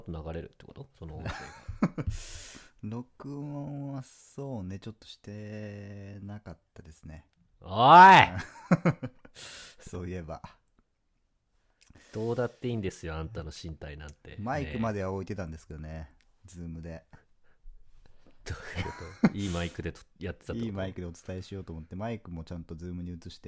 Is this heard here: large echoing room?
no